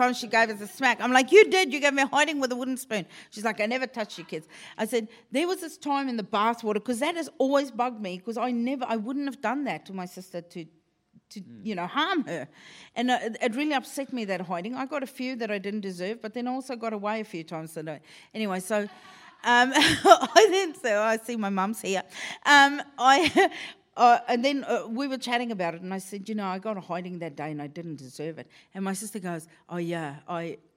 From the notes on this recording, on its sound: Recorded in front of a live studio audience at the Just for Laughs comedy festival in Montreal!